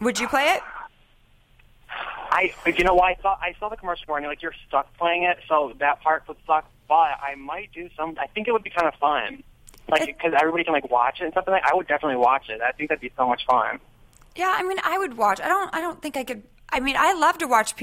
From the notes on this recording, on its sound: takes phone calls